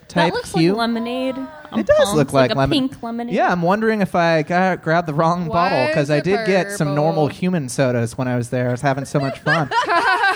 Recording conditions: live audience